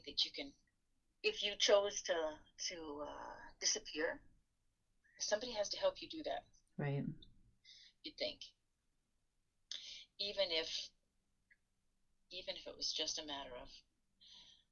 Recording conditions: poor sound quality